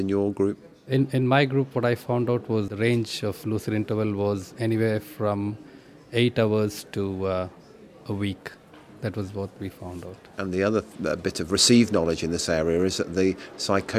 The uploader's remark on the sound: This podcast was recorded at the 2014 British NeuroPsychiatry Association AGM.